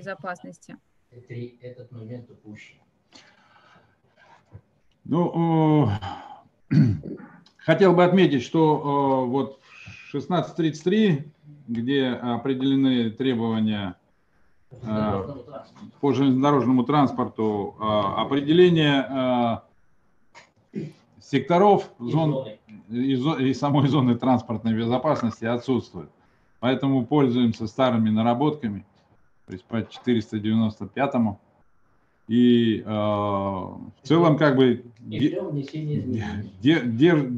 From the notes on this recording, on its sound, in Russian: Круглый стол в онлайн-формате